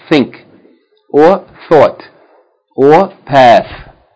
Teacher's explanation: upper part of the tongue is touching the edges of the two top front teeth, the top incisors